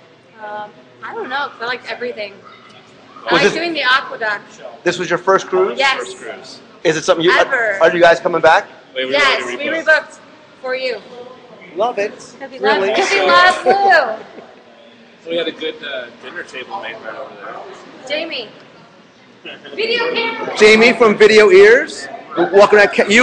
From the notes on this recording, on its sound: LIVE from the Disney Dream. WDW Radio Cruise recap and live broadcast.